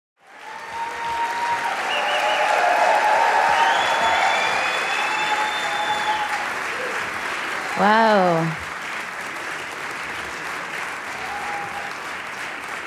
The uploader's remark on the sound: Catching this talk live last month. Sat down at the beautiful Murmrr Theater in Brooklyn. At Murmrr Theater, and at Hook and Fade Studios in Brooklyn.